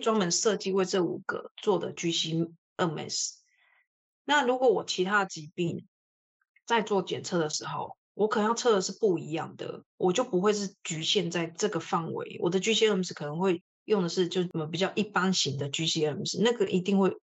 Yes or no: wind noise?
no